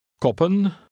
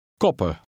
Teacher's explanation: first with and then without the final N. You pronounce only one P.